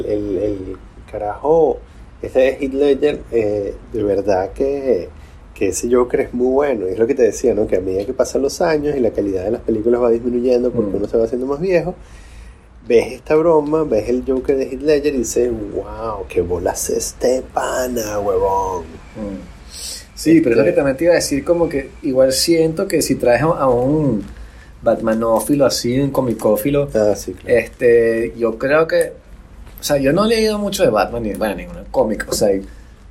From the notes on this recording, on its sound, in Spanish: Desde una terraza en Avignon